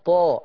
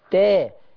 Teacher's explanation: خلي بالك التاءات معاكي عالية. أنا عايز ما أسمعش منك التاء طا، عايز أسمعها إيه؟ تا. · Shown in: second take